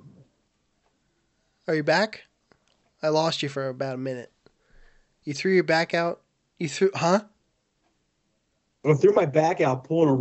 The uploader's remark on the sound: LOCKDOWN ISOLATION EPISODE. Skype episode this week.